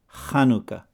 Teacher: Chet is a guttural letter and makes a light scraping sound in the back of the throat while making the H sound. That is why we see the English word Chanukah spelled H-A-N-U-K-K-A-H instead of C-H-A-N-U-K-A-H.